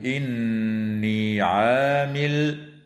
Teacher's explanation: وتغن النون من كلمة إني، ويجوز الوقف على قوله تعالى إني عامل من قبيل الوقف الحسن.